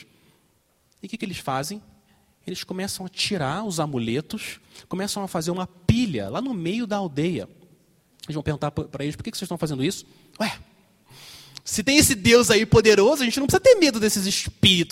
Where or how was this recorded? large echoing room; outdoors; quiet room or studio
large echoing room